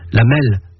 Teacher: Et puis, jusqu'au XVIIIe siècle, on roulait le R, ce qui le rend très proche d'un L